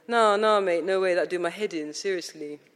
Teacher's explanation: mixes the plain song of Anglo-Saxon phraseology with slight but detectable Caribbean rhythms, as in, nah, nah, mate, no way, that'd do my head in, seriously.